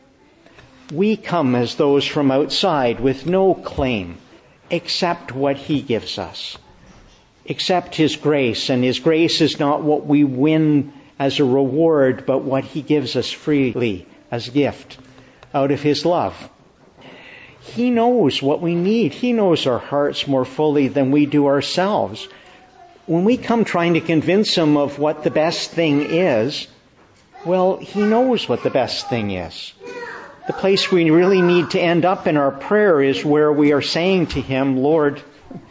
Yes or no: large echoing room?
yes